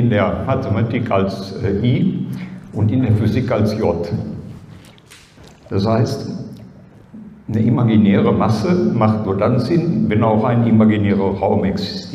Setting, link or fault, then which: setting, live audience